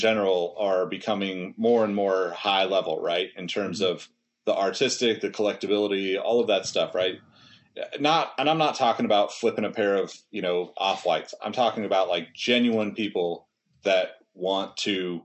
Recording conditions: video call